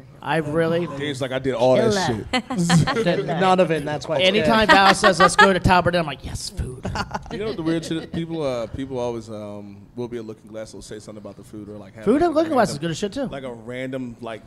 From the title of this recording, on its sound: Live From The Blaguard, WASHINGTON, DC